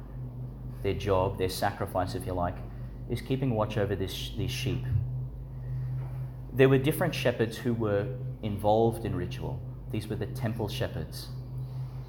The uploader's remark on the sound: Homily for the Solemnity of the Nativity of Jesus Christ, delivered at St Agnes Church, Agnes Waters, Qld.